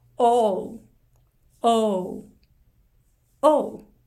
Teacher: おうは口を縦にしてスタートして、縦出発でスタートして、ちゃんとうという風にこう、動くこと。 · Term: おうっていう母音